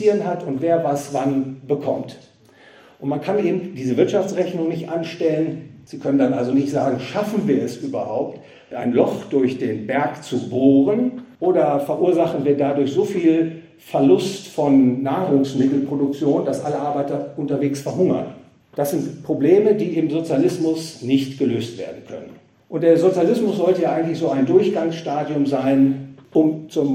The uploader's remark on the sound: gehalten auf dem Fondskongress in Trier